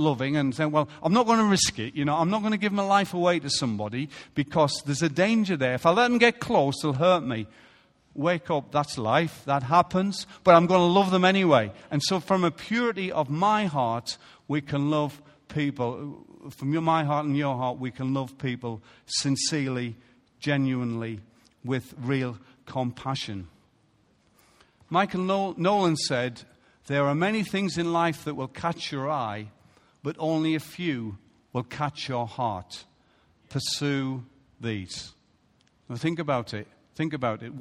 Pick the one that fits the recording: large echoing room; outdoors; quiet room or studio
large echoing room